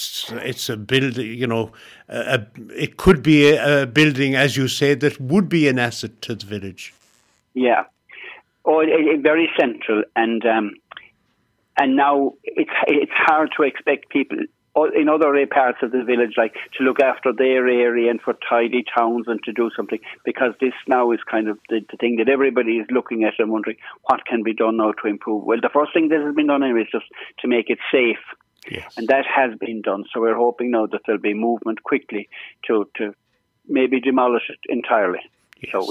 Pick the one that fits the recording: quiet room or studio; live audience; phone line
phone line